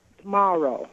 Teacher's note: They just say something that leaves off the T.